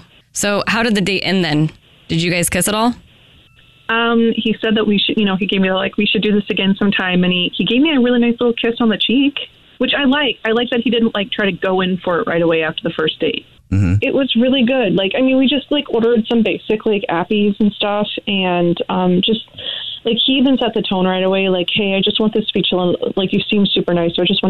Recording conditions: phone line